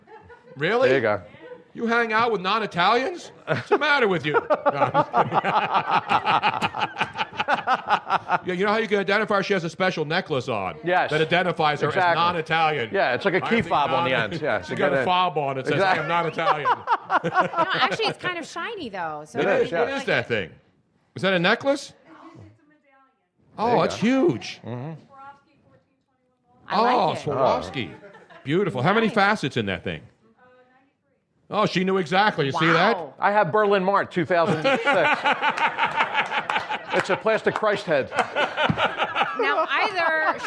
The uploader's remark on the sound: Kept the audience laughing with his style of humor and story telling.